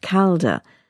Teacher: For example, the list insists on Calida, not Calda. The unstressed I was evidently disappearing.